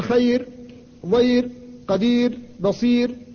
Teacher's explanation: إذا كان قبلها ياء ساكنة من خير ضير قدير بصير فإنها أيضا مرققة بالاتفاق